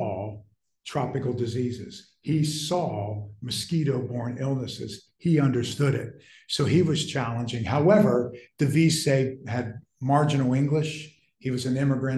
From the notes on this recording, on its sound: In this lecture recorded September 10, 2023